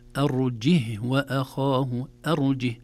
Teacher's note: يقرأ بسكون الهاء وليس بحركة الهاء